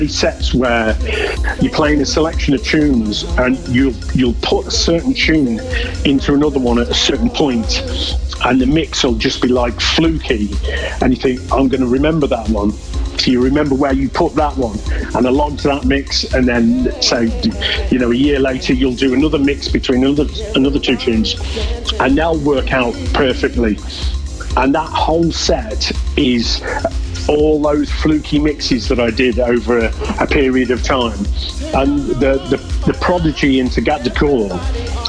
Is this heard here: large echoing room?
no